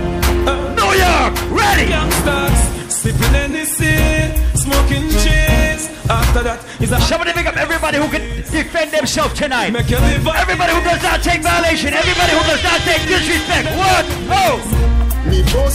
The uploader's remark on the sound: Live audio from Seafood Tuesdays at Manville in NY